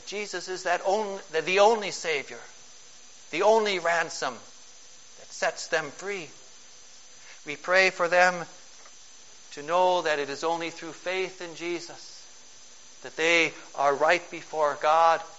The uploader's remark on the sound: Preached on July 8, 2012, for a Service of National Thanksgiving, at St. John's Ev.